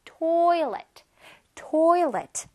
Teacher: 이번에는요, toilet은 TOI의 강세가 들어가요.